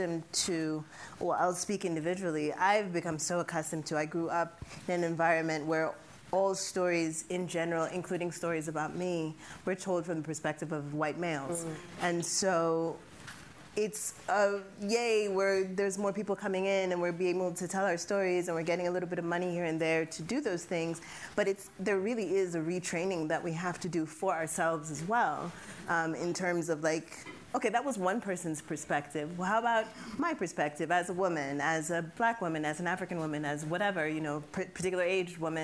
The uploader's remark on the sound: “Women on the Front Lines” Panel (SFF 2020). During the 2020 Sundance Film Festival in front of a live audience at the SundanceTV HQ in Park City, Utah.